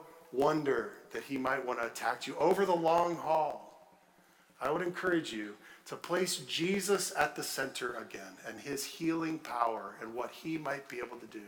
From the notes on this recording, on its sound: at Redeemer Church on February 5, 2023